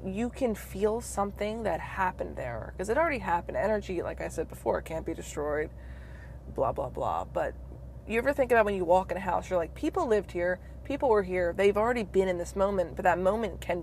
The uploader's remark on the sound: in the car